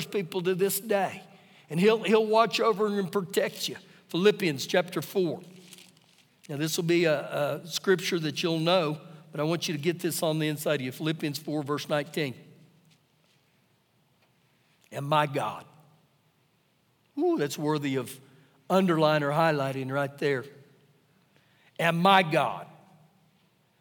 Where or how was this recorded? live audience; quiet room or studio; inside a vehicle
live audience